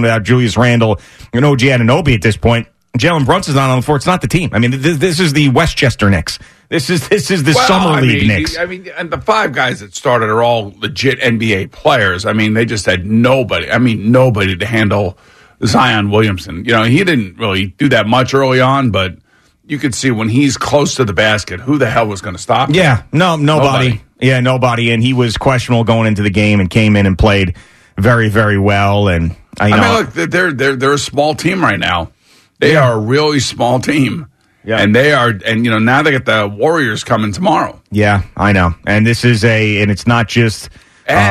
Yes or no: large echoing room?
no